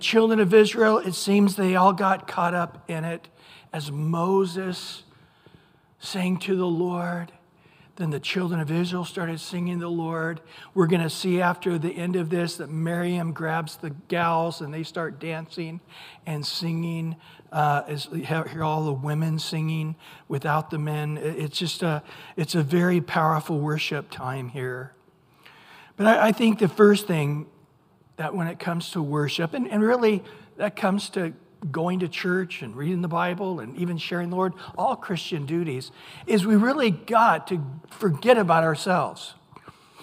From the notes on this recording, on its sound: Recorded at Calvary Chapel of Los Alamitos on July 26 2023 on Wednesday evening sermon.